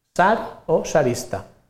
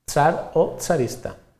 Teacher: és pròpia del valencià estàndard la pronúncia fricativa del grup TS en posició inicial · Shown in: first take